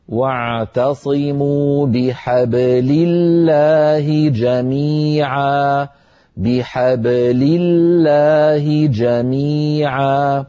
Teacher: بحبل، انظروا إلى كلمة حبل، الباء ساكنة مقلقلة، قبلها مفتوح وبعدها مكسور، علينا أن ننطق هذه الباء الساكنة المقلقلة دون أن تتأثر بالفتحة قبلها أو الكسرة بعدها. فإن تأثرت بالفتحة قبلها قال القائل بحبلي بحبلي، وهذا لا يصح.